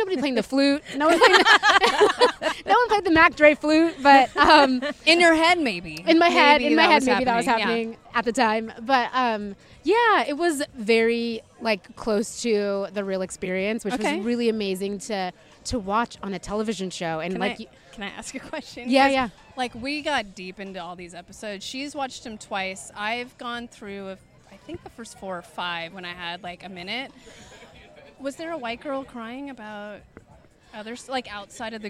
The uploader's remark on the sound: Restaurant alaMar Kitchen and Bar in downtown Oakland. To help co-host the in person (all vaxxed of course!) Blindspotting TV season finale. To be in an intimate setting with their loved ones, homies, and other cast members.